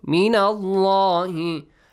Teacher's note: pronounce the word Allah heavily